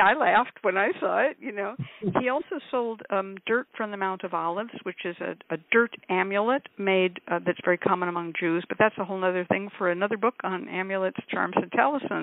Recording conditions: phone line